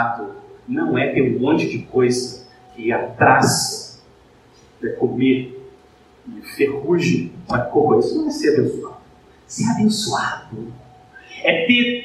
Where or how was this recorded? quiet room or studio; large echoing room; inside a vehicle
large echoing room